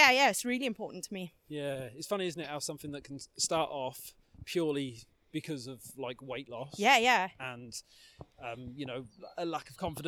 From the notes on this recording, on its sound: We recorded this in person whilst walking around the forestry at Pembrey Country Park and it was an incredible experience!